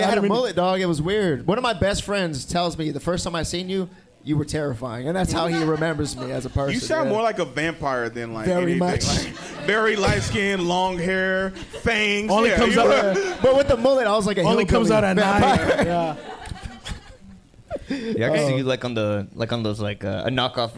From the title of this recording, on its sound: Live from the Factory Bar